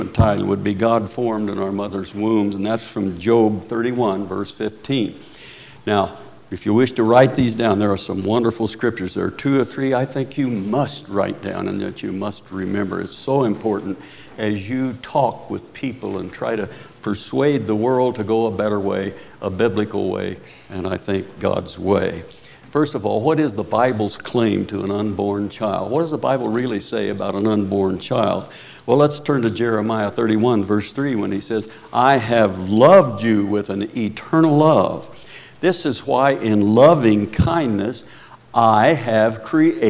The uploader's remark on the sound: Preached at Paradise Valley Christian Church.